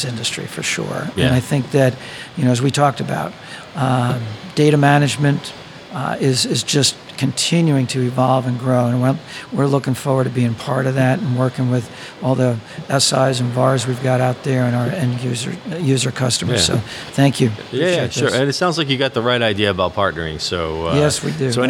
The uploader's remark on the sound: on location at the Oil & Gas IoT conference